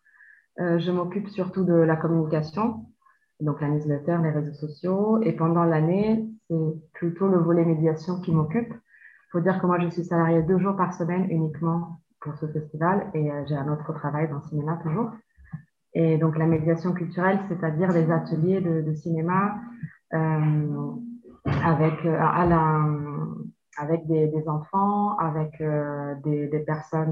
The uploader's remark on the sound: forgive me for the audio (all done on Zoom)